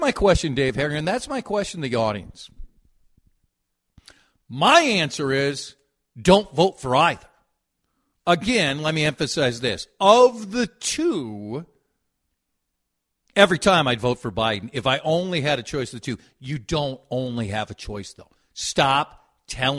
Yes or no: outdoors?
no